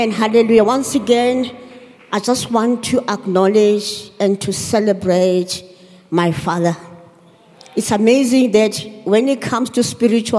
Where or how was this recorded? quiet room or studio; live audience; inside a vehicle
live audience